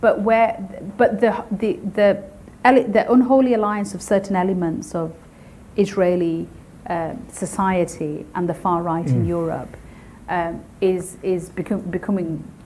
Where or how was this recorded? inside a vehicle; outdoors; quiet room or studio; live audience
live audience